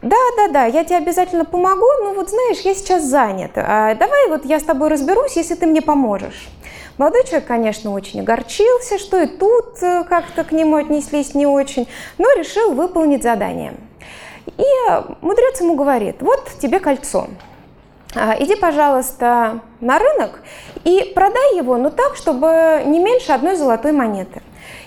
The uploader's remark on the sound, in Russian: Запись была сделана на фестивале психологического просвещения PSYfest, который проходил в Благосфере с 18 по 20 ноября 2022 года.